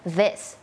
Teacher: ปกติเราคิดว่าตัวเนี้ยมันน่าจะเป็นดอเด็กแน่นอนแต่จริงๆแล้วอันนี้ มันไม่ใช่ดอเด็กอย่างเดียวเนาะมันมีความสั่นนิดนึงแล้วก็มีลมออกมานิดนึง